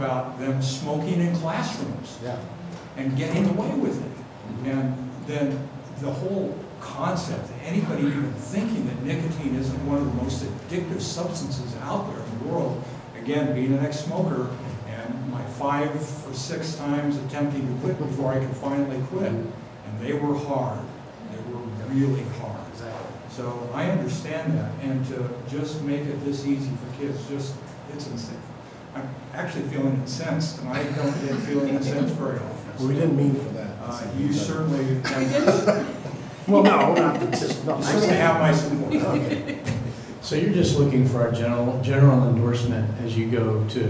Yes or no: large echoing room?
yes